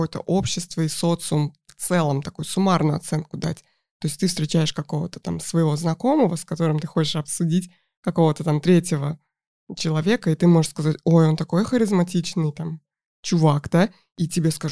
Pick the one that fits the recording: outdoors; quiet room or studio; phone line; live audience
quiet room or studio